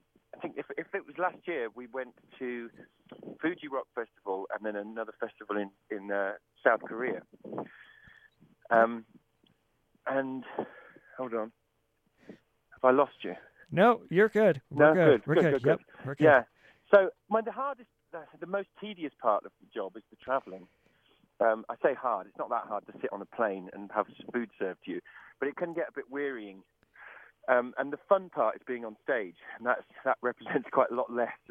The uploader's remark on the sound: call in for an interview